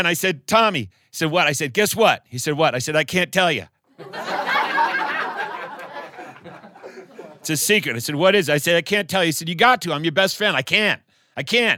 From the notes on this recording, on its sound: In the Apple Seed studio with our live studio audience for an evening of wonderful storytelling.